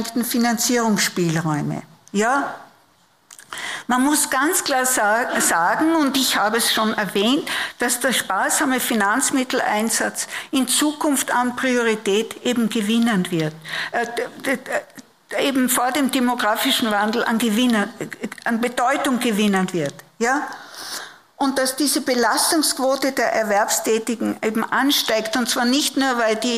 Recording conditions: live audience